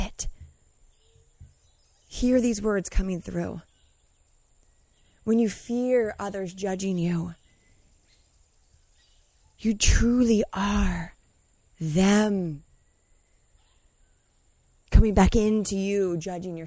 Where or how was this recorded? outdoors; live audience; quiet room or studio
outdoors